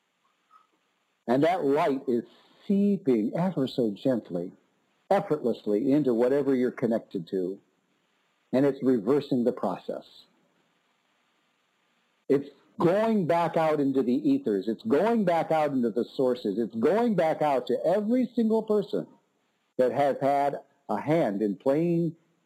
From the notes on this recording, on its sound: Conference-call based classes. Making sure your phone battery has at least one-hour of life left. We record (then broadcast) our classes.